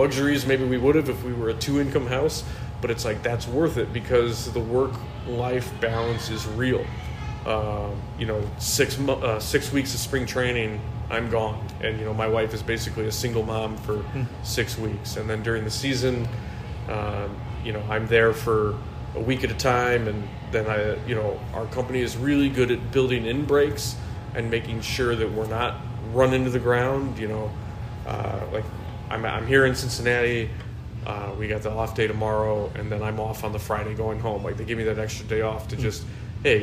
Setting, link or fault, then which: setting, busy venue